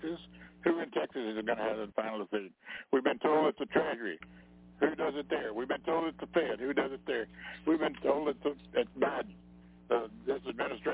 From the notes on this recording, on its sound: TNTSuperfantastic Conference Call.